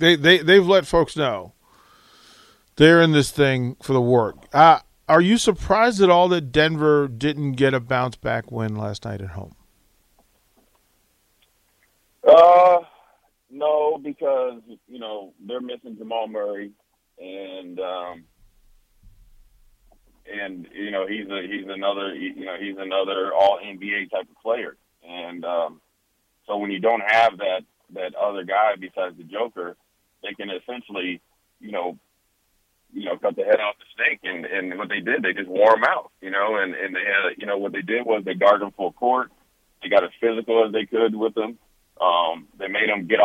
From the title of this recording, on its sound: joins us over the phone